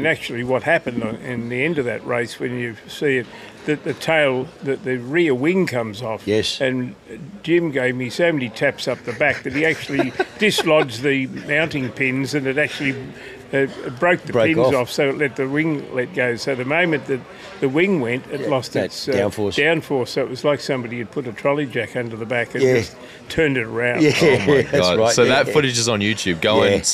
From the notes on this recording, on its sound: We come to you live from the Porsche Club Victoria's club breakfast at YTG with 300 PCV members filling the car park with everything from 964's to 991.2 GT3 RS's!